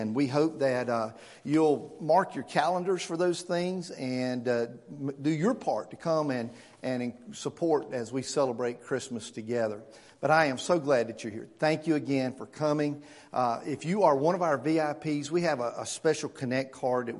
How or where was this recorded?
large echoing room